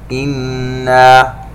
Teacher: حرف غنة مشدد يغن بمقدار حركتين